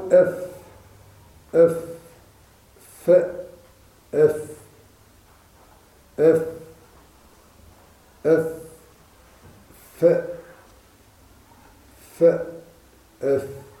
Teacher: أما من بطن الشفة وأطراف الثنايا المشرفة على الشفة فتخرج الفاء